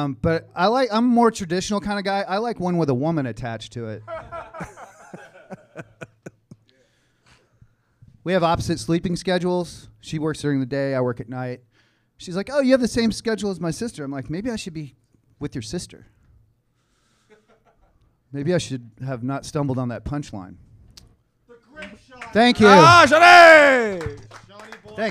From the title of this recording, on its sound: LIVE SHOW - Freaking Madness Comedy Competition at Wawa Social Club